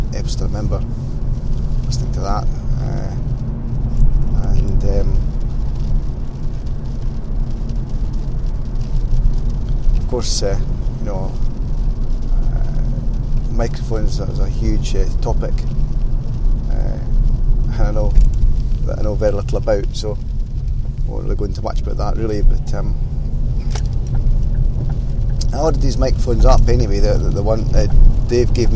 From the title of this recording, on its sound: Another Rambling Drive Into Work